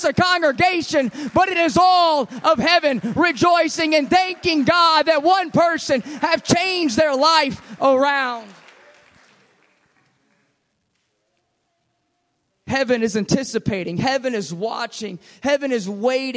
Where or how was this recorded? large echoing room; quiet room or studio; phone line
large echoing room